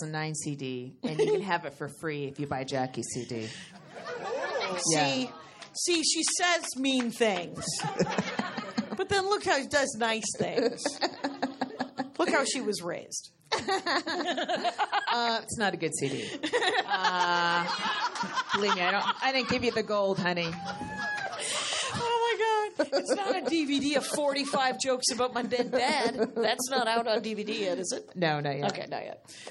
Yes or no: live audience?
yes